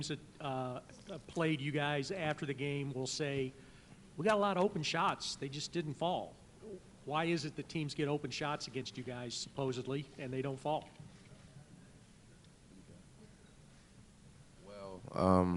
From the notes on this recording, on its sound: Press Conferences & Post-Game Interviews. Talk to reporters.